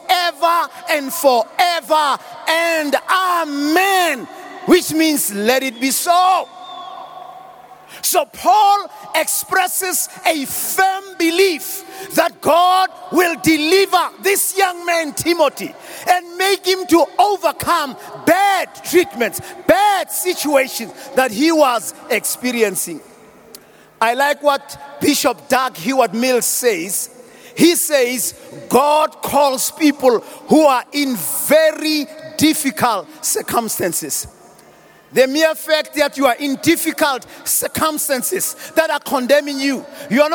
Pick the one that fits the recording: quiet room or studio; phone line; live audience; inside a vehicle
live audience